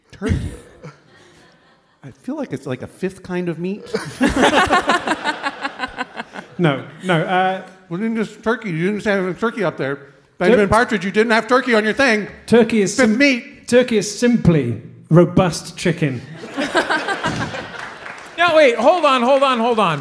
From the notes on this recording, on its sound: This week's episode was recorded LIVE from the London Podcast Festival!